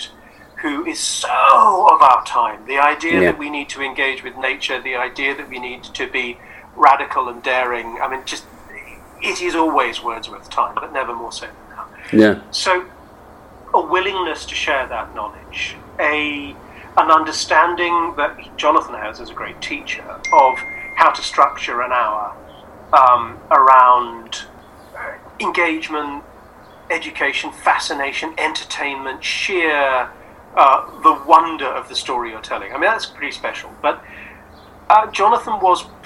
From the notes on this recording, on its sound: We met via Zoom to talk